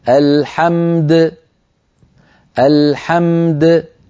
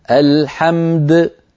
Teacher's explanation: بميم ساكنة بعدها دال ساكنة مقلقلة